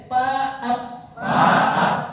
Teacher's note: Aliran nafas tidak keluar, ketahan